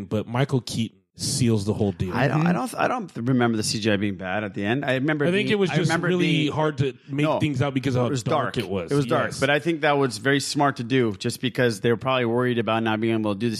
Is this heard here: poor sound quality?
no